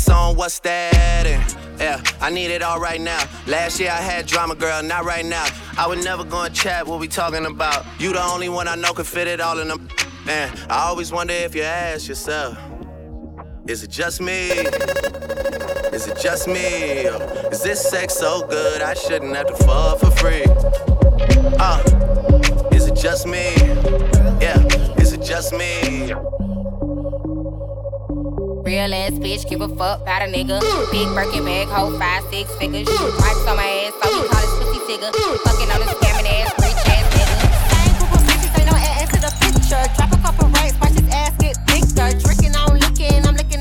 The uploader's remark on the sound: Live At Happy Hour in Brooklyn.